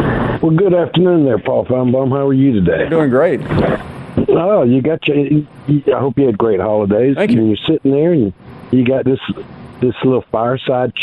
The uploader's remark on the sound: Callers Continued